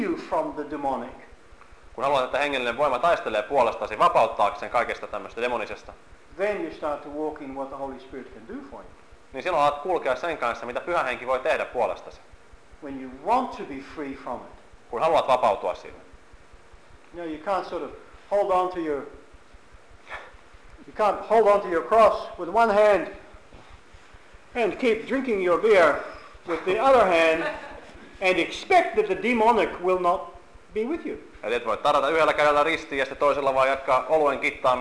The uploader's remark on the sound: seminars from the mission in Helsinki, Finland November, 2011